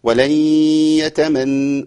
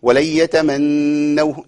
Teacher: النون مع الياء ادغام، ادغام بغنة ناقص بغنة · Shown in: first take